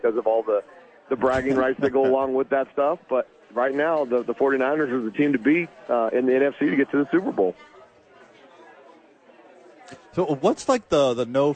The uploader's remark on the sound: live at Sadies